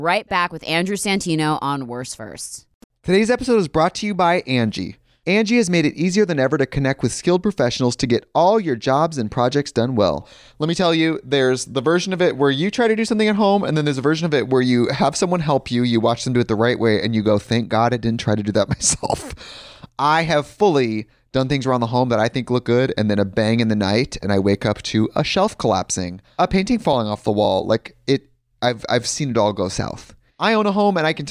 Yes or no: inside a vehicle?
no